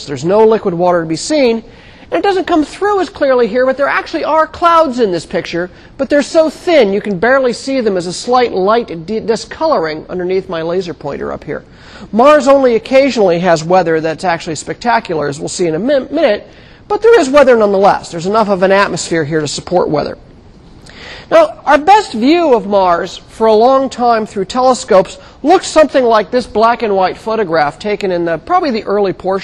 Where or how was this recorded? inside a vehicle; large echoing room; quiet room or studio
large echoing room